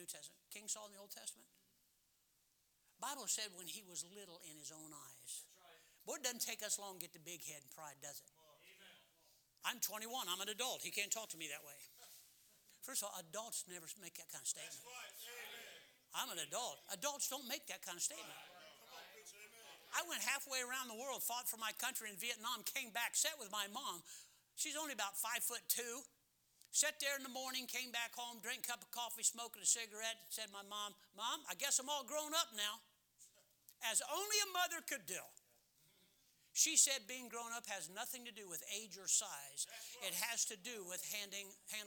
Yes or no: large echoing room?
yes